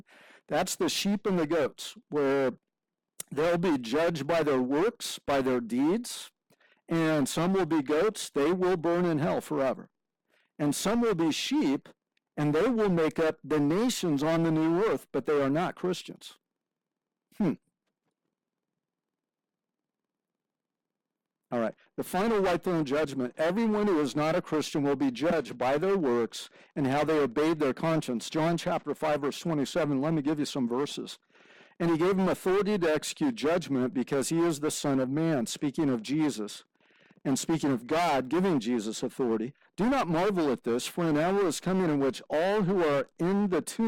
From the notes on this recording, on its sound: Forgive us for the sound quality - that should be fixed next week.